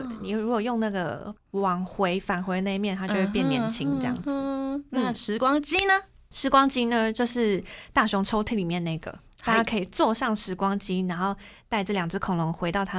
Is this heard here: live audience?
no